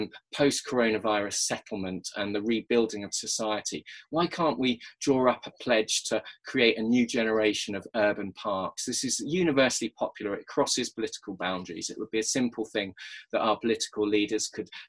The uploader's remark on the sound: Recorded at our second online 5x15 in May 2020